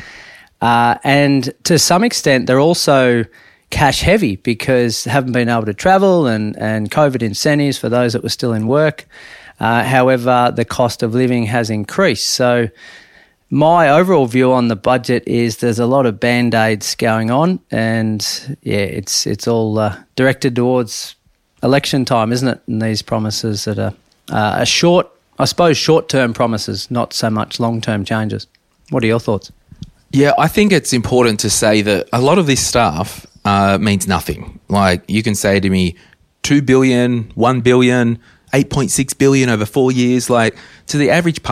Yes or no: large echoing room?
no